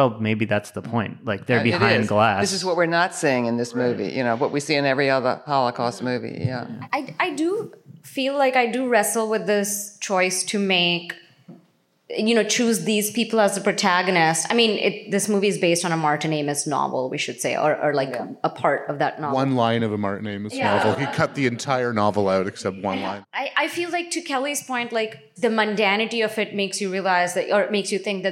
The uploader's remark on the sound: Our annual live overview of the NYFF that was. In front of a lively audience.